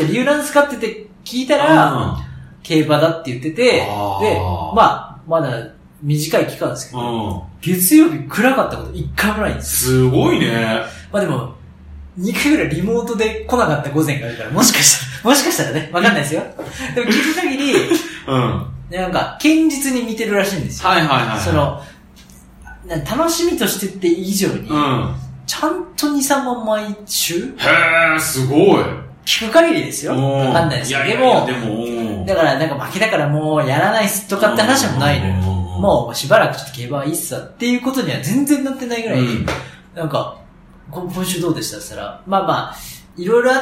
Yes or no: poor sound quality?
yes